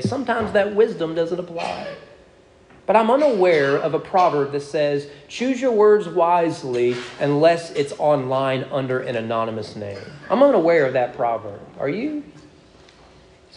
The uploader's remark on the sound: Sermon preached at East Frankfort Baptist Church on June 26, 2022.